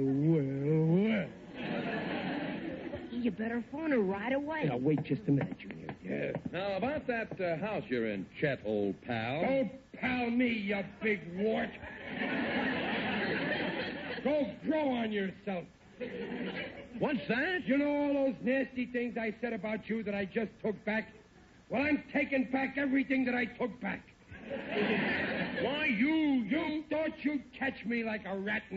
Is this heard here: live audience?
yes